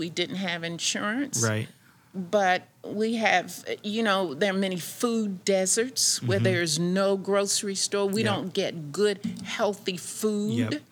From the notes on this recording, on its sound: Live from the Future of America Conference!